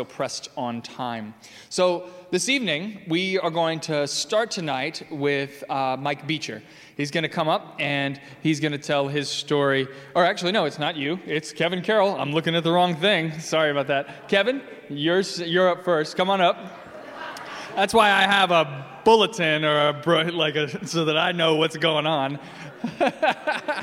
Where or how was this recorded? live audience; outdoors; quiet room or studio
live audience